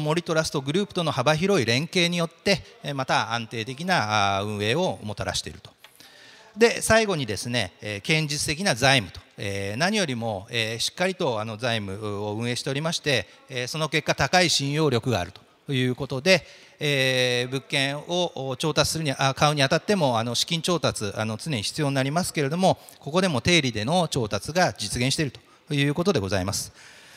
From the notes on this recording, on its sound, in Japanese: 東京証券取引所で開催した「J-REITファン2018」に登壇した。IRセミナーをダイジェスト版でお送りします。